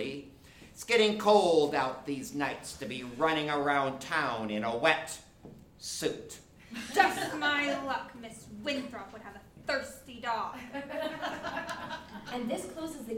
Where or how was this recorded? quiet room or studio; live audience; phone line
live audience